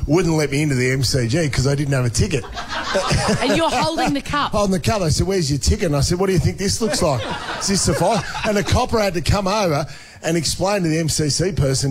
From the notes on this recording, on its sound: LIVE From The Melbourne Comedy Festival. Joins us live on stage at our Melbourne International Comedy Festival breakfast!